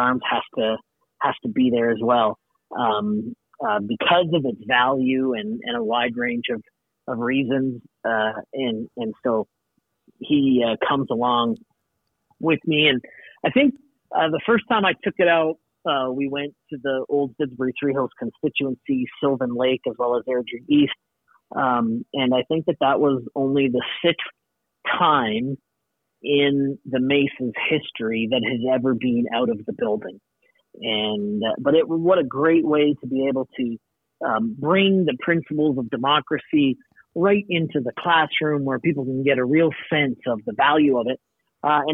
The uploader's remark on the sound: Takes this call from his third floor office at the Alberta Legislature in Edmonton.